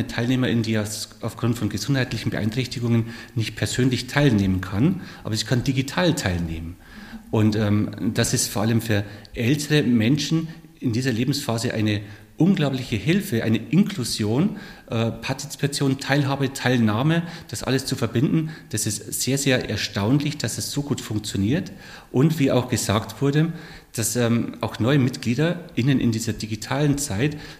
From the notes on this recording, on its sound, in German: wurde auf dem DIS-Tanzen Festival im Juli 2022 geführt.